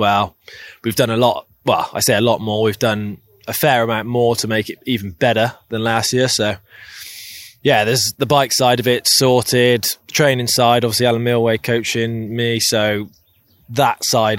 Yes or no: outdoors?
yes